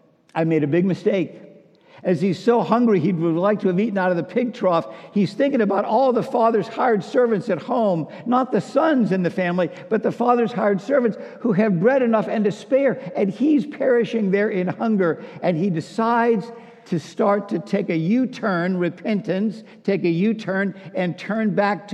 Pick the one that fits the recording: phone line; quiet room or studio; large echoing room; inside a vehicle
large echoing room